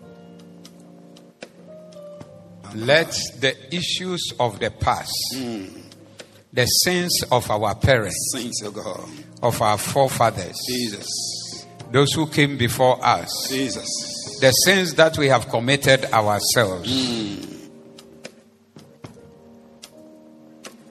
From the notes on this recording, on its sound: Preached at the Zeloo Service 02042023